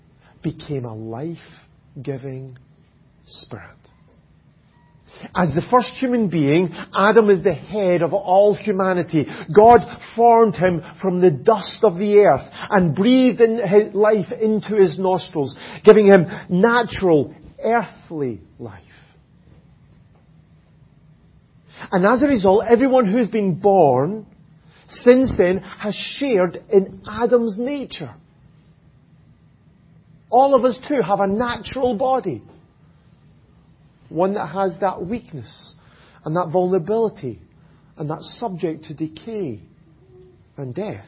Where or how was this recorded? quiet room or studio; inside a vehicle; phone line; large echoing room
large echoing room